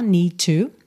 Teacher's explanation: Need com to, é claro que você liga num som só